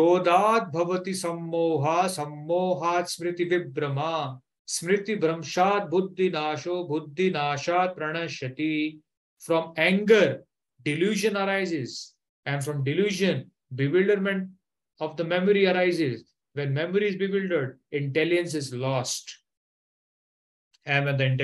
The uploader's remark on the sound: Online Zoom Class.